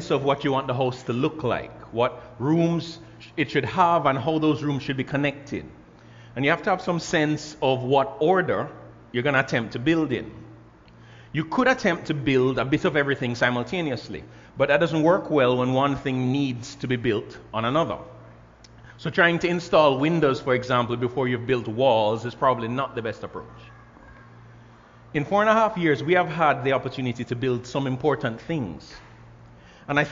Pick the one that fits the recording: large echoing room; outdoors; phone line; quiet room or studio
large echoing room